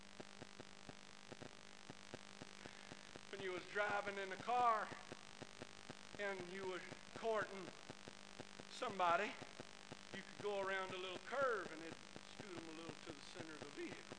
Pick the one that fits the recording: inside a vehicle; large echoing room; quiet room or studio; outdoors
large echoing room